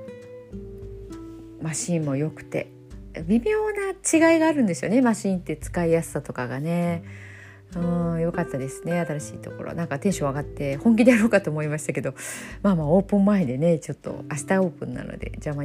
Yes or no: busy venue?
no